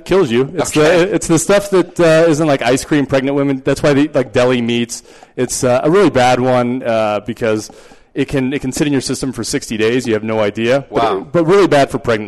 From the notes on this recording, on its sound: Live webcast from The Hop Grenade Taproom. Travels back to Fort Collins for another live webcast from The Hop Grenade Taproom .